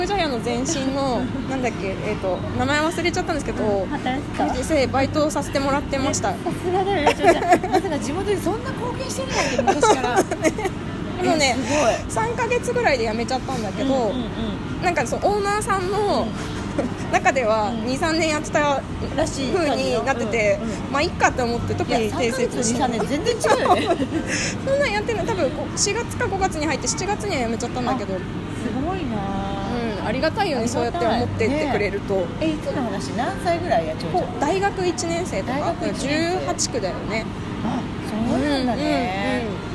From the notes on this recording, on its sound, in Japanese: 外出先(流山のイトーヨーカドーのフードコート)で藤屋さんのお団子を食べながら収録しました